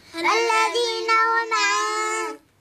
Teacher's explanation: نون ساكنة مخفاة بغنة مفخمة حركتين